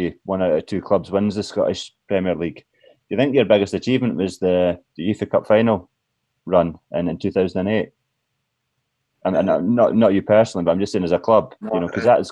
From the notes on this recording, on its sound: conducted through the socially-distanced means of Zoom